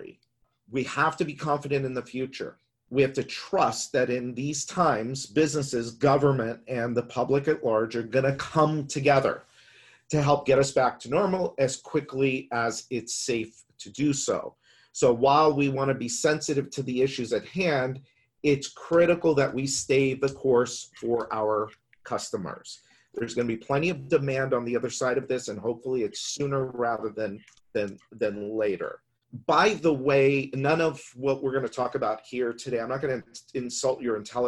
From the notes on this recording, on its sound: we’re sharing the audio from a webinar with you